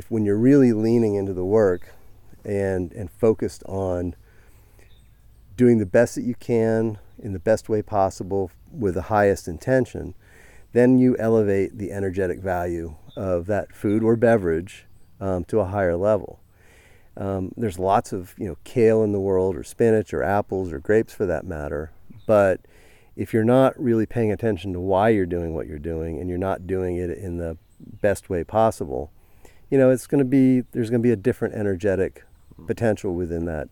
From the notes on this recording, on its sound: His own biodynamically enlivened orchard and mushroom operation in central New York. It was the first in-person interview I’ve done on location. As we walk through the trees and other plants. You’ll hear the sounds of birds and orchard life all around us in the background as we talk.